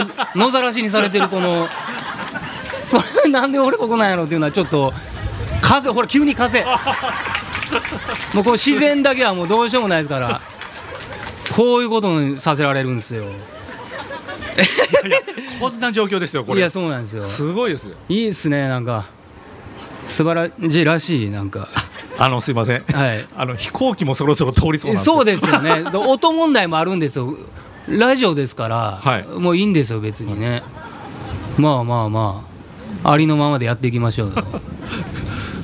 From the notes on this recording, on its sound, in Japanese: 野外で公録。いろんな音が飛び交う会場からお届けします。